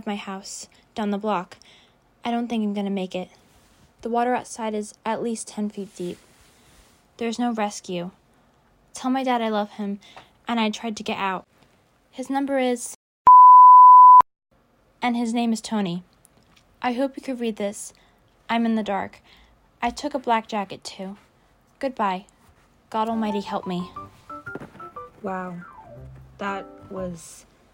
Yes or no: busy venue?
no